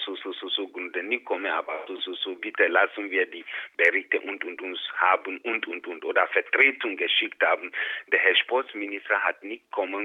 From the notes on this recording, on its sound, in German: Telefoninterview